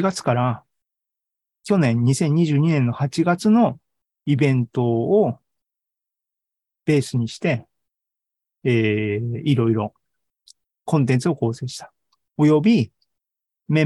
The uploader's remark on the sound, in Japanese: ２０２３年１月２５日に開催した ZOOMライブの模様です